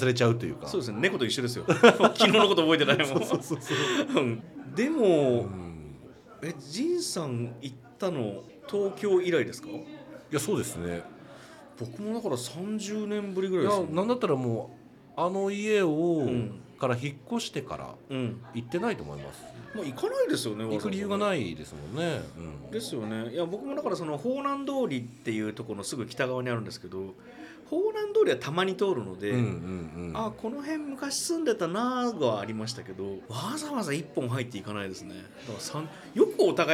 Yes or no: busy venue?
yes